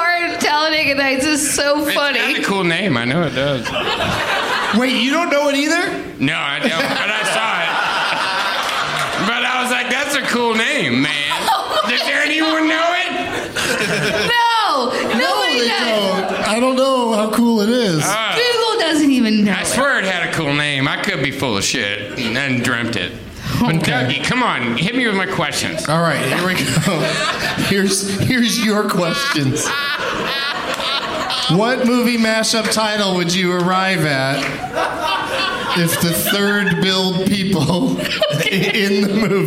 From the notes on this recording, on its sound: Live from Hyena's Comedy Nightclub in Dallas